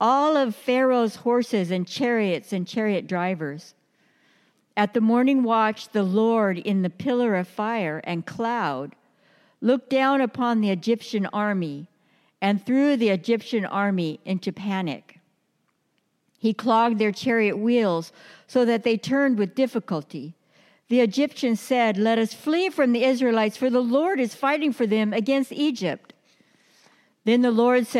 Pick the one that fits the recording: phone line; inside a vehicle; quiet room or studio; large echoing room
large echoing room